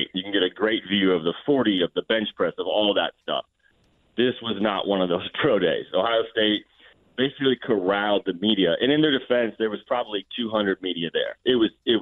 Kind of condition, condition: link, phone line